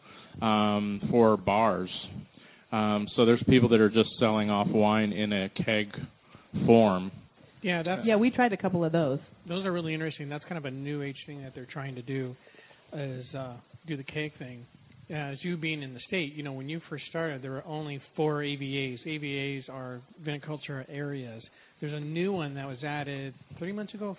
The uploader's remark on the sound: broadcasts live from Woodinville Wine Cellars